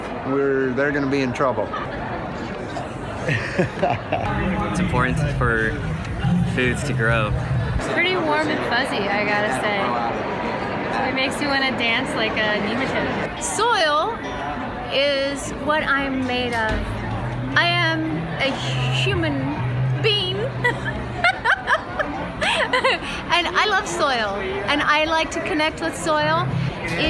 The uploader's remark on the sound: at the Heirloom Expo 2020